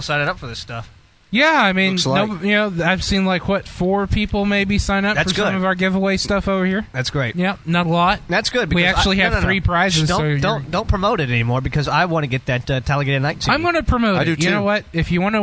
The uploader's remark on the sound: The show goes on location at a local college for a two hour show!